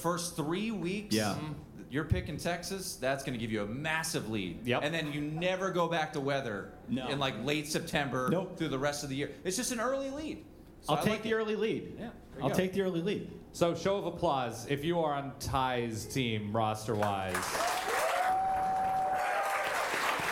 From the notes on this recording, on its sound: For two live shows and two nights of drafting. This audio is an edited version combining both live shows into one episode.